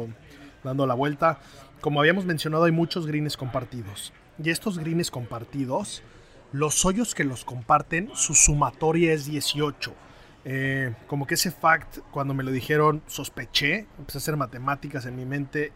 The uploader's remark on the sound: Live From The OPEN 150